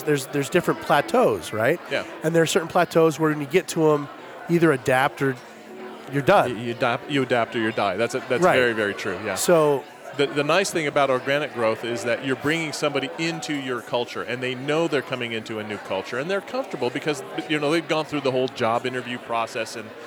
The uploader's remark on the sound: Live from Utah CEO of the Year Awards